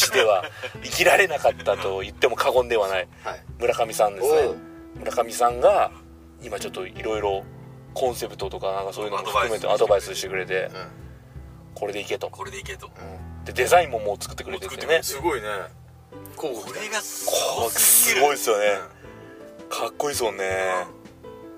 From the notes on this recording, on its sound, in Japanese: 福岡県岡垣町にあるジビエ料理屋べんけいに行く車の中です。金曜日の焚火会3人で収録です。